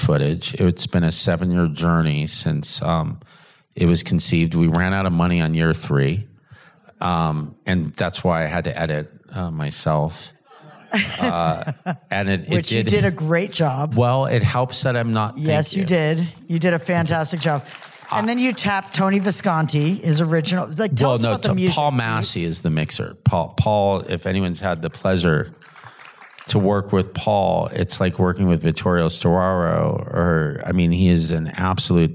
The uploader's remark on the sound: In a Q&A at the DGA theater in Los Angeles.